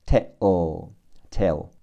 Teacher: 两个 L 读 o，舌尖点入上齿根不分开，想发了发不出来